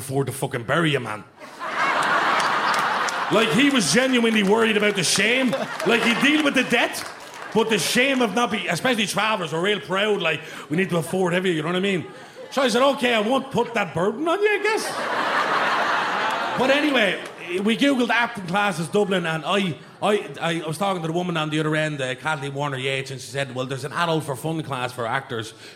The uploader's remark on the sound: Live at Vicar St 2.0. In a sold out live show at Vicar St. Some live music performed on the night.